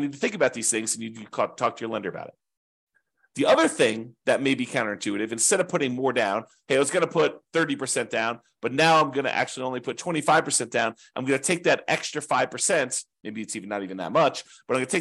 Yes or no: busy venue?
no